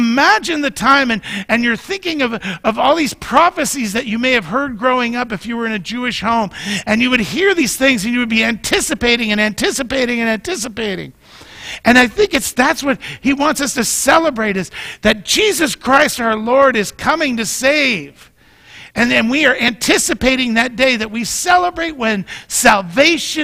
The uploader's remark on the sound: Mt. Zion Church Live!